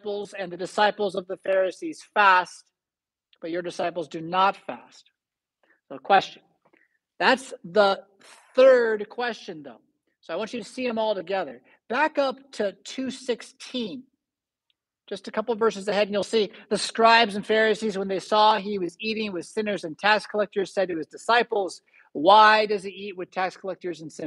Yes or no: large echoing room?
yes